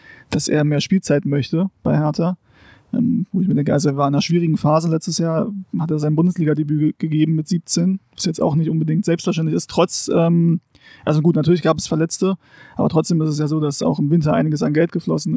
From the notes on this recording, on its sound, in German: Open-Air in Tempelhof. Genießen die frische Luft im Garten.